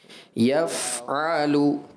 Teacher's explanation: فا میں صفت ادلاق ہے اور یہ حرف بسہولت پھسل کر ادا ہوتا ہے آسانی کے ساتھ